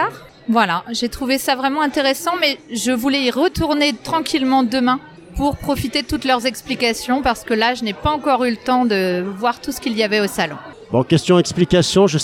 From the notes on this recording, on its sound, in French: épisode enregistré à Educatech Expo